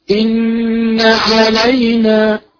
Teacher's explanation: النون المشددة ليس بعدها ألف مد، فلا تمد النون، فقط قف عليها لكونها نون مشددة، نقف عليها بمقدار حركتين